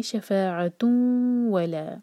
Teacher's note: رکنے پر ا دو حرکہ مد عوض عن التنوین، اور کنٹینیو کرنے پر تنوین کے بعد واو ہے، تو یہ ہو گیا ادغام غنہ کے ساتھ